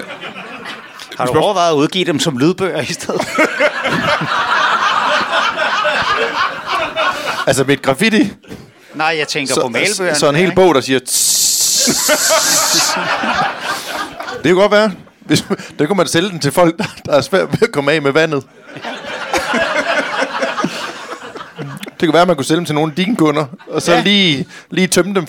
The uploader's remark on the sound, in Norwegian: Endelig tilbage på 27b i gode gamle Kolding. Publikum er levende.